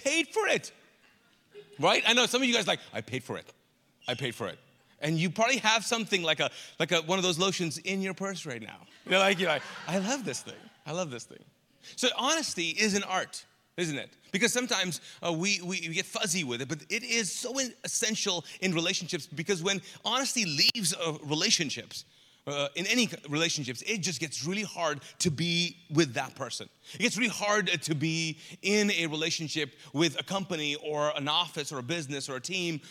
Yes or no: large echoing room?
yes